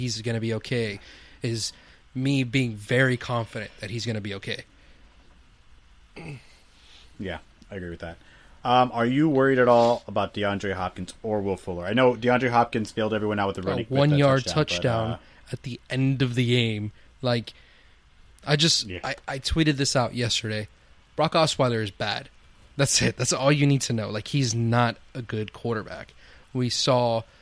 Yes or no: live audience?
no